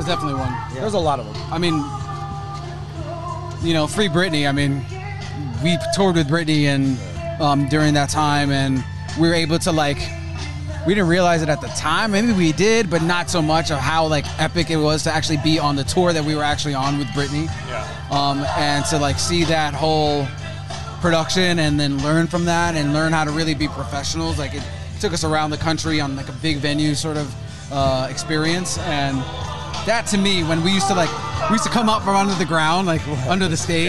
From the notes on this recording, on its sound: stop by the 'Hollywood Raw' tent at Iowa's Sweetstock music festival